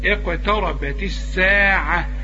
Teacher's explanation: السين عليها الشدة تبقى الحرف مشدد، لكن لا يغن